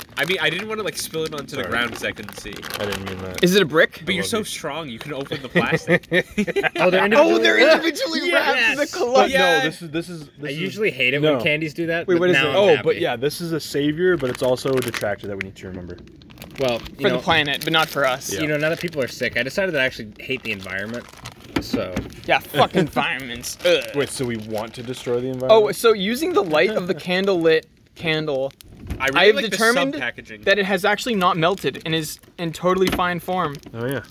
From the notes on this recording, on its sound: Join us for the first C’rent Field Recording, please forgive any frustrating noises as we figure out how to safely record live again.